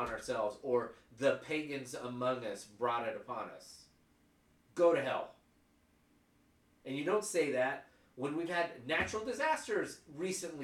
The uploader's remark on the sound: Apologies for the technical issues as we had a mic malfunction.